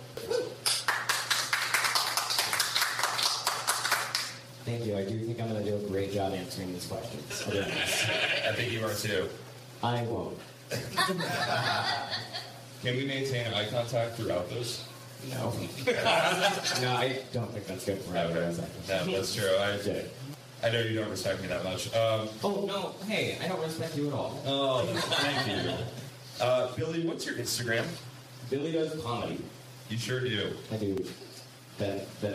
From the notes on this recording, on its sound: at The 4th Wall PDX as part of The Dark Arts Festival